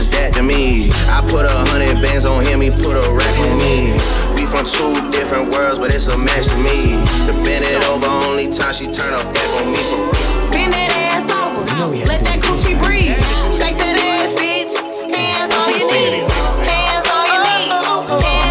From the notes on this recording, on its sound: Audio recording of my set at Island Saturdays